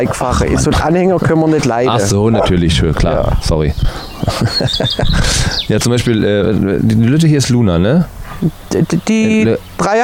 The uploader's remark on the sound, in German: live aus dem Garten